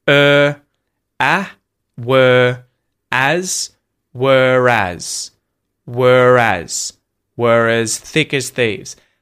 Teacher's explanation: So that doesn't matter if it's in the next word or if it's in the same word. We pronounce the R to link the two vowels.